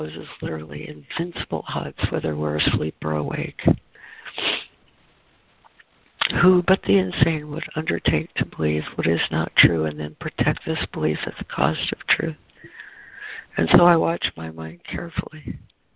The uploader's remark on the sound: ACIM Daily Conference Call.